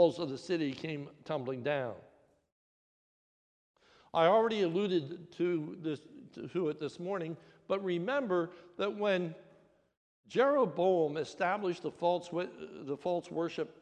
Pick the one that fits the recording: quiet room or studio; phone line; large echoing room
large echoing room